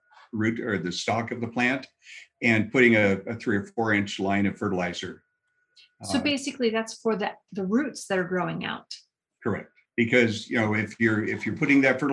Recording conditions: video call